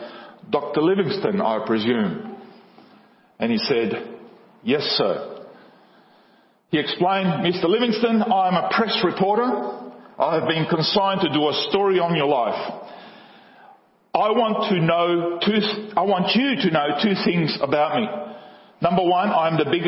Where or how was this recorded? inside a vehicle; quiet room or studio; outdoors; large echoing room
large echoing room